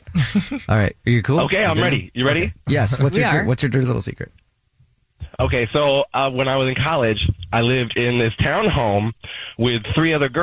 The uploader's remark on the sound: The man on the phone